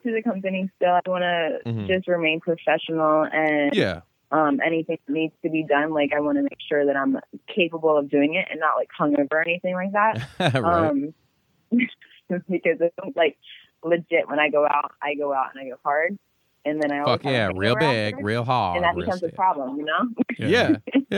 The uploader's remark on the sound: Another phone interview knocked out of the park.